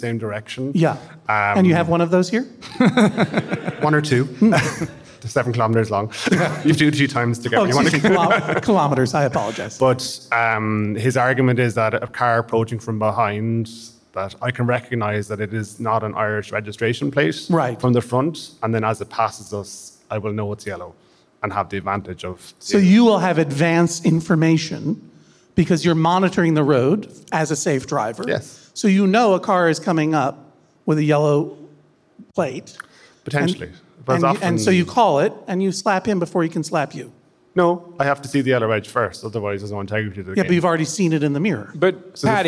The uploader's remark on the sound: This episode was recorded LIVE at Liberty Hall in Dublin, Ireland!